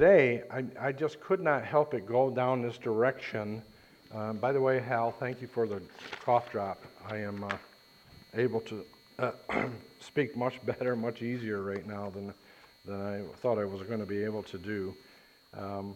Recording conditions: large echoing room